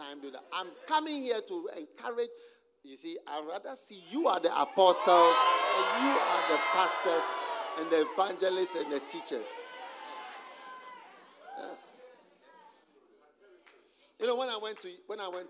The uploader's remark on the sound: Preached at the Use It or Lose It Camp, USA.